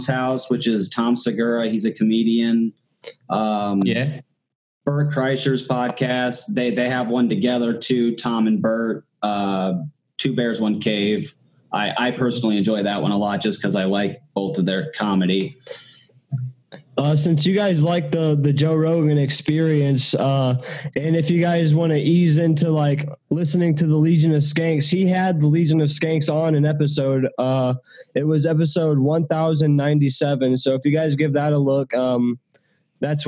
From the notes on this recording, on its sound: Do their first ever zoom call for the show. They are based out of Southern Australia and are new to podcasting as well.